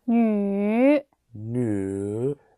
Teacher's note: the lips are protruded, and it's like you're about to kiss somebody